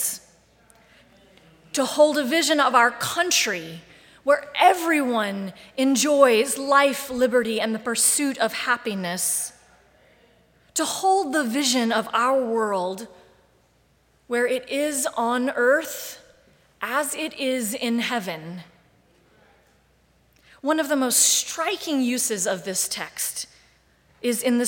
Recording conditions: large echoing room